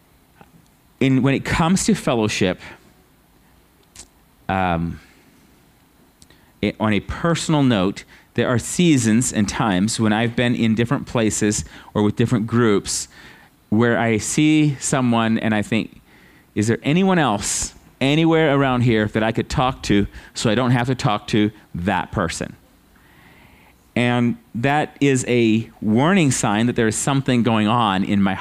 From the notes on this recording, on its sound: at Living Water Fellowship Denver's Sunday morning service on June 5th 2022